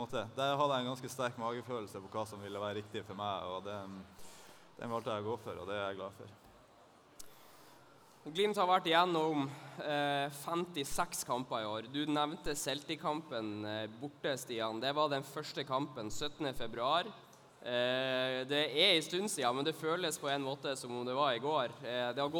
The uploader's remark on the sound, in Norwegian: LIVE podkast fra sølvfesten i Svømmehallen Scene. Under sølvfesten holdt vi en live podkast foran de oppmøtte supporterne som var klare til å ta imot og hylle Glimt-gutta.